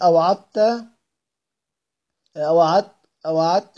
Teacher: إدغام كامل، ويبقى صوت حرف الإطباق